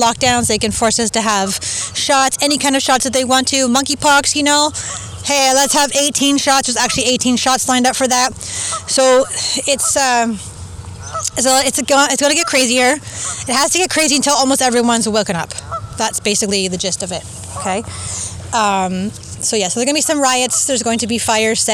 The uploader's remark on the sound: I recorded this on the beach (poor sound but please enjoy the sounds of the water and birds!)